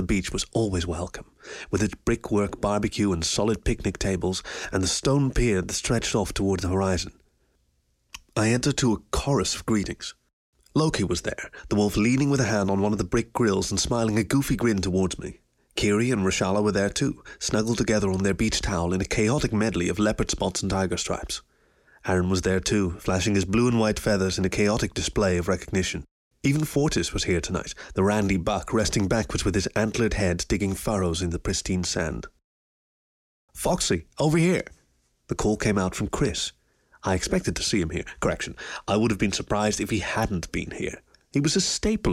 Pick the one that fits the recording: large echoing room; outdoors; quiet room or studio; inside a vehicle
quiet room or studio